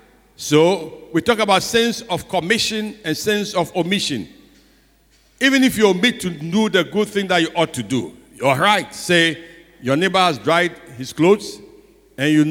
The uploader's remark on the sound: Sermon preached at CBC Shiashie Campus on July 11, 2021